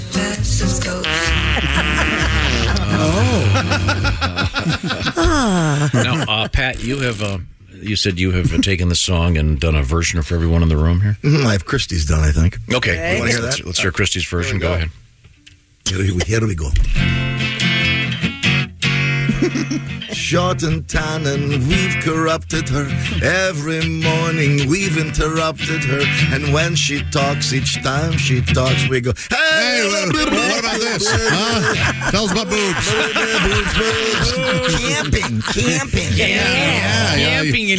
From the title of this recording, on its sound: Juggles Phone Calls at the Airport